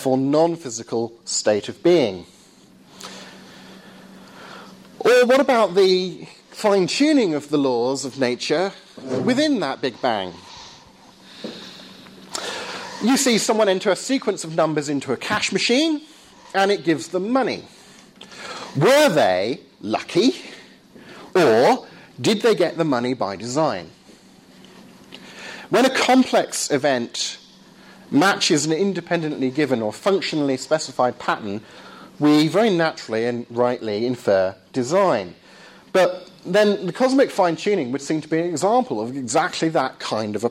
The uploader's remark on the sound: Lecture at Surrey University.